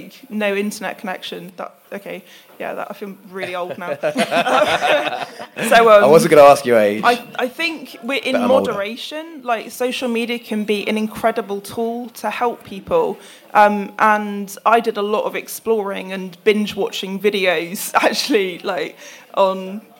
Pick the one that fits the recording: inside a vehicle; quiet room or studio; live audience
live audience